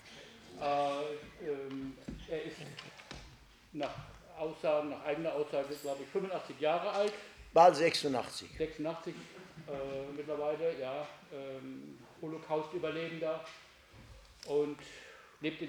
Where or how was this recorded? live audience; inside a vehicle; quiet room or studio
live audience